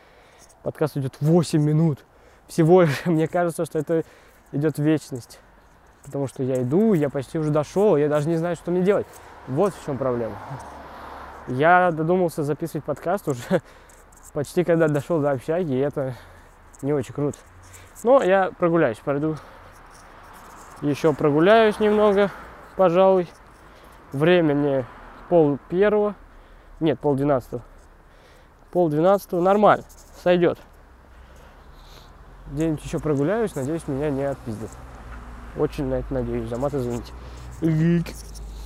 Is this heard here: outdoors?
yes